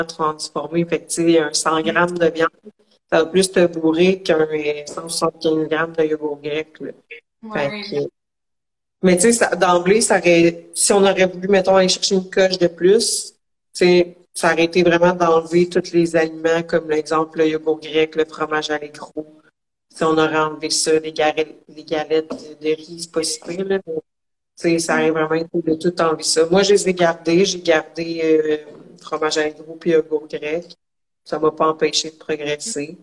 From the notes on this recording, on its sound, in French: je repartage sur le podcast le live Instagram